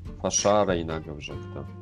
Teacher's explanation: фашара инагов жакта у нас э, ударение на второй слог, на ша